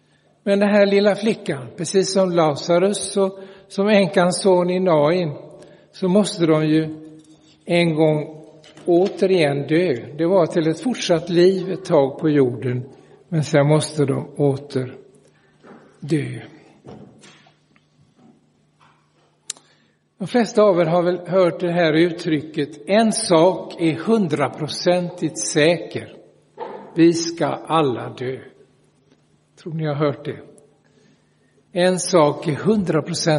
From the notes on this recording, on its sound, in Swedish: Inspelad i Roseniuskyrkan den 24 september 2023.